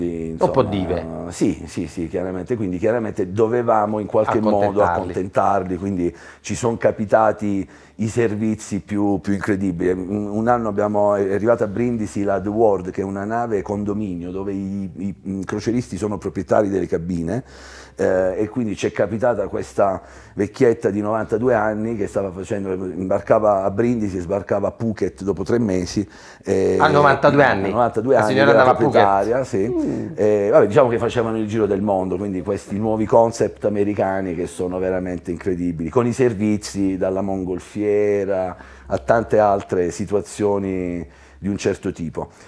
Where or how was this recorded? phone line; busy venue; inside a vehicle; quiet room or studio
busy venue